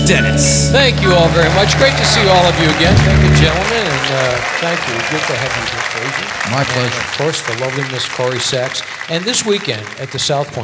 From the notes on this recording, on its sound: Live at the South Point Casino